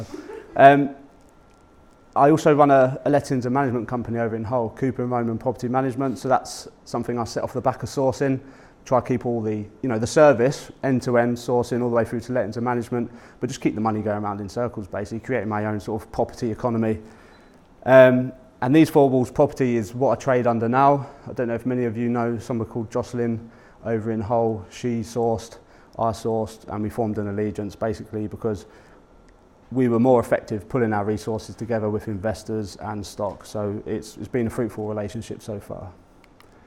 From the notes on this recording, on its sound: Public speaking event at PPN Humberside. My talk at PPN Humberside.